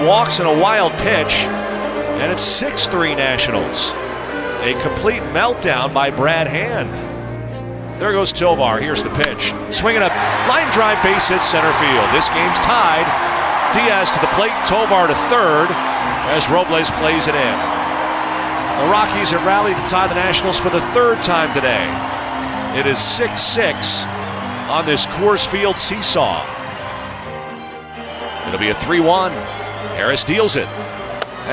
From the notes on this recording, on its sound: Live from Coors Field